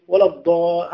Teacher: الضاد كأنه يعني مختفي، يعني من في نطق الناس، يعني في نطق ينطقوه دال مفخمة، يقول ولا الضالين ولا الضال، هذا دال مفخمة، دال مفخم وليس ضادا